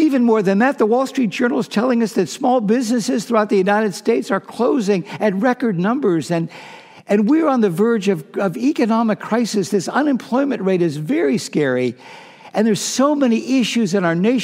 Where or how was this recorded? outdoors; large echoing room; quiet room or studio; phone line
large echoing room